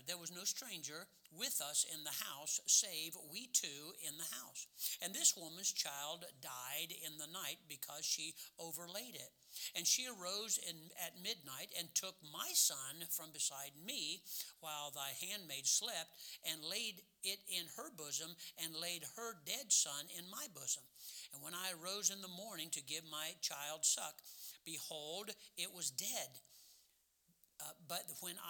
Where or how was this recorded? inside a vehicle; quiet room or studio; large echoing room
large echoing room